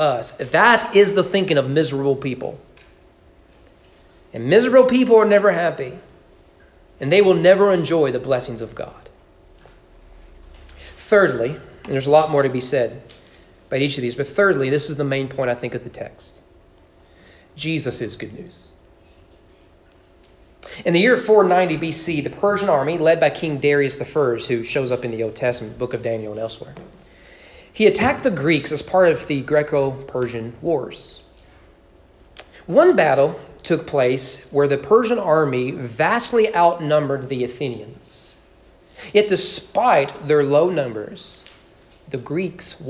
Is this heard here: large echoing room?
yes